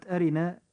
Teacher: كلمة أرنا جاء حرف الراء فيها مكسورا فترقق هذه الراء عند النطق